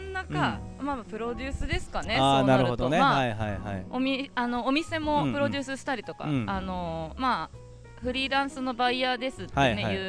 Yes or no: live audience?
yes